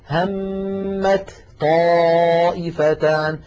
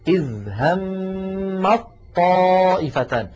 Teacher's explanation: فبدل من أن تقول العرب همت طائفتان، همت طاء، فاللسان يترك المكان ثم يعود إلى المكان بذاته، بدلا من ذلك يحولون التاء إلى طاء فيلتقي طاءان، الأولى ساكنة والثانية متحركة، فيدغمون الأولى في الثانية · Shown in: second take · Term: الإدغام